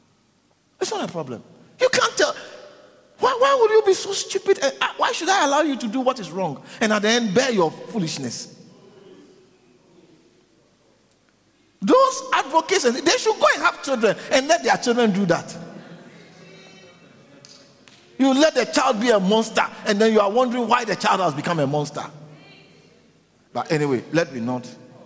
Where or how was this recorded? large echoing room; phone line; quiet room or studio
large echoing room